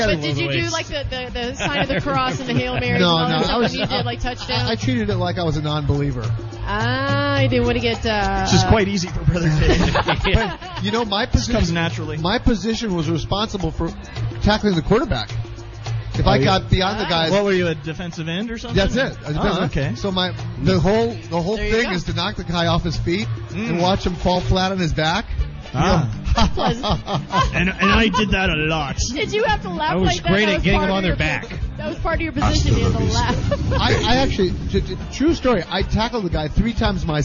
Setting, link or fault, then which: setting, busy venue